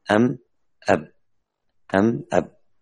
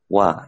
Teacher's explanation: الشفتان يا أخوات يخرج منها الميم والباء والواو، لكن الميم والباء بإطباق والواو بانفتاح